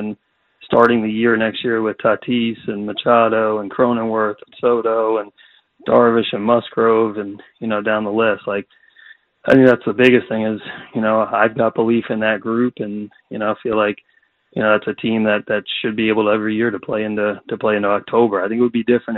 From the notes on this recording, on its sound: we open up the phones